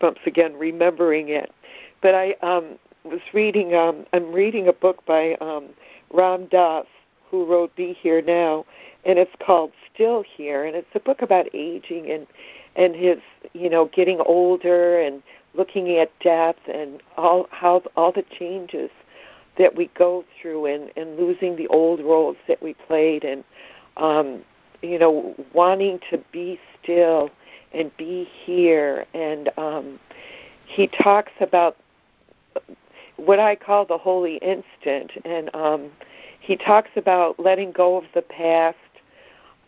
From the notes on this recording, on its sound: ACIM Daily Conference Call